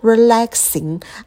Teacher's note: второй слог – это звук лягушка, открытый звук «э», когда мы челюсть роняем вниз и быстро ставим на место.